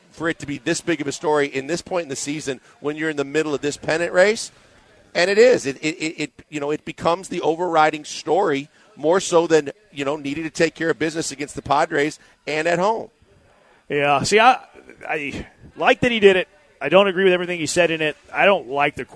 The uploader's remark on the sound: LIVE from East River 9 in East Downtown!